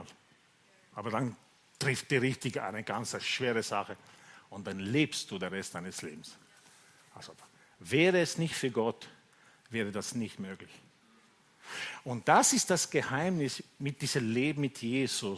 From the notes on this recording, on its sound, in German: Gottesdienst live aus der LIFE Church Wien.